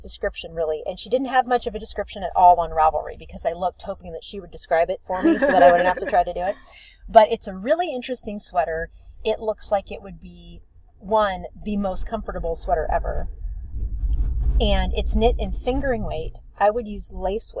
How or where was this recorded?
outdoors